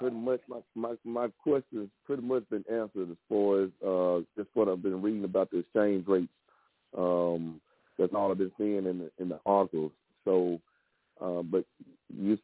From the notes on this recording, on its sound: TNTSuperfantastic Conference Call